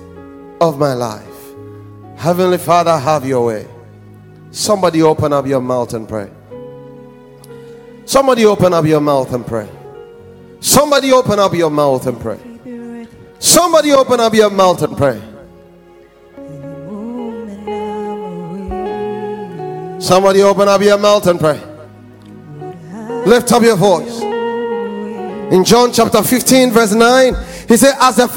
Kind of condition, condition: setting, large echoing room